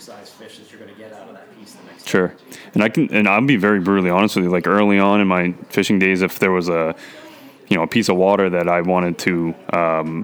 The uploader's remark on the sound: Live from the Sebago Trout Unlimited's Castaway for Conservation Event